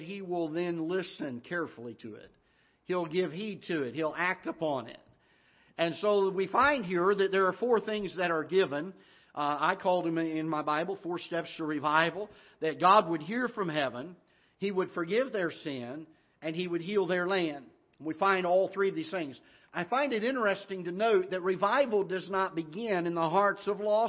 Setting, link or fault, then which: setting, large echoing room